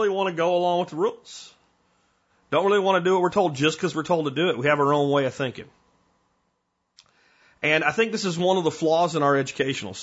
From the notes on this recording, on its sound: Today on The Survival Podcast I take your phone calls